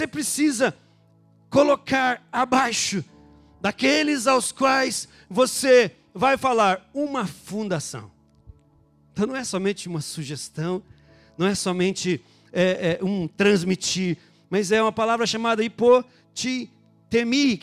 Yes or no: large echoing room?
yes